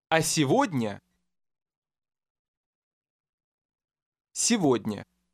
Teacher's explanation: Once again, the G will sound like V.